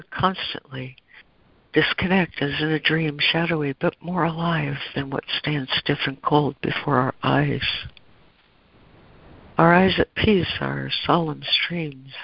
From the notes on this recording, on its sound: ACIM Daily Conference Call.